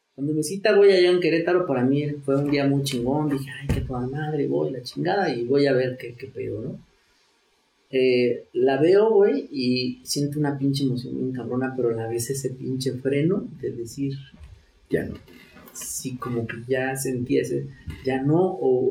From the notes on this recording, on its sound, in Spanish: Una disculpa por el audio de esta entrevista, la lluvia se puso fuerte.